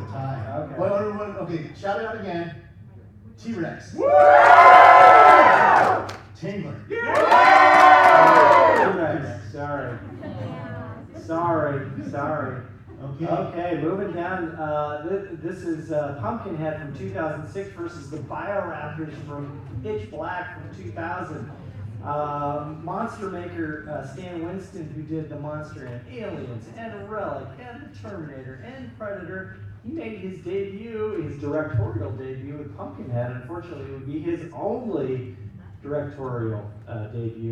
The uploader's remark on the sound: A live audience of about 150 got to hoot and holler for their favorite monsters and selecting a creature feature champion.